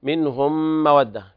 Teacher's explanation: إدغام متماثلين صغير كامل مع الغنة